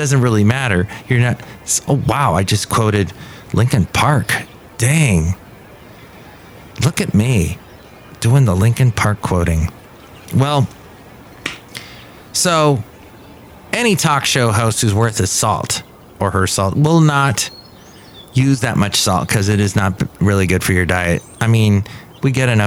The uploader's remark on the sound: podcasts live from Café Anyway